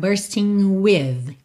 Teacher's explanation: Como você não pronuncia a letra G, você vai juntar pelo aquele som de NH, bursting with.